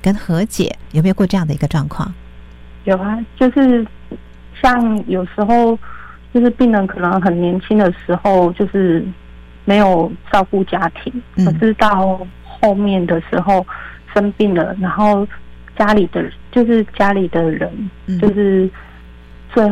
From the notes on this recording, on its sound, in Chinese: 連線訪問臺北榮總臺東分院。(無音樂)。